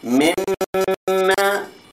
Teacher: So the first meme does not carry any sign, is the non-vowel meme, and the second is the one which has vowel. The non-vowel meme was assimilated. Assimilated, in other words, put into, assimilated in the vowel meme, and so the two became one double letter. · Term: double meme